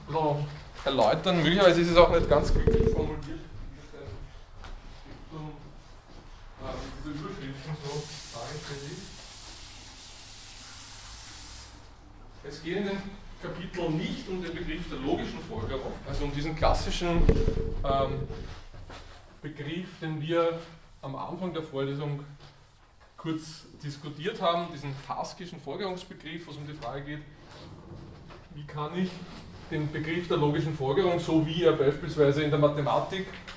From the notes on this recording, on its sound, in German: Diese Vorlesung wurde von Studierenden aufgenommen